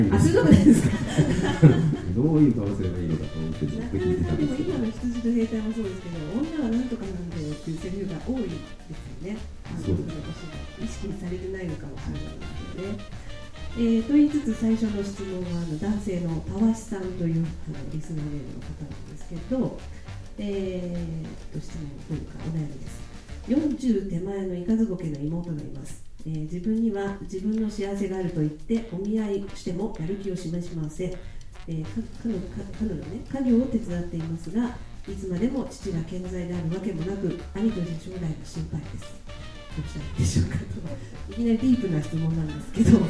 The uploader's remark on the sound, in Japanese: 今回は、7/9に行われた試写会の舞台をかりて、公開生収録を行ってきました。